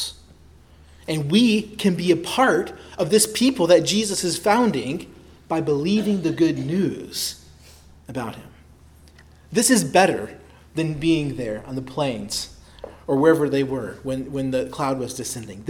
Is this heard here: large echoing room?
yes